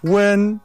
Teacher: Wen, así agudo y sostenido, es como tibio